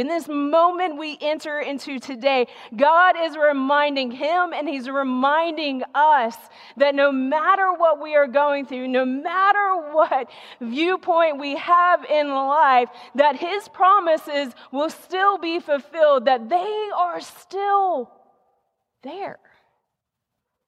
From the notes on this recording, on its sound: The message recorded live at Covenant.